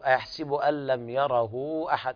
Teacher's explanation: المد الصلة الكبرى عند ورش، إشباع ست حركات